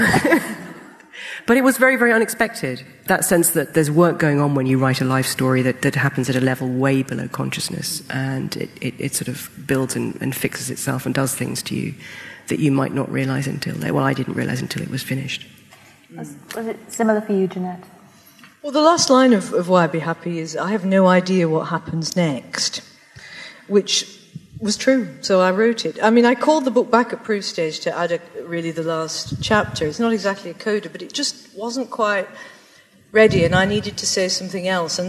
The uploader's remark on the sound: Live Event